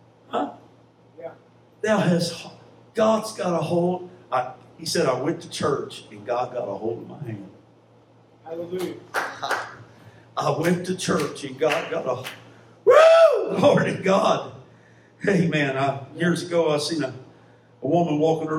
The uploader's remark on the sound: Live Church Service.